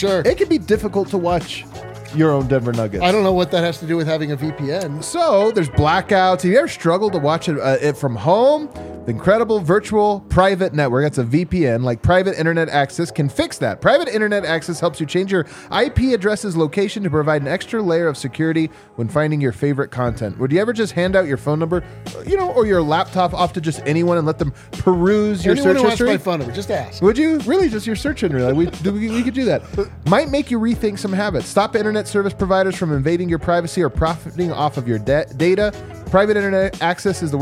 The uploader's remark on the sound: Come to you LIVE from the DNVR Bar to break it all down.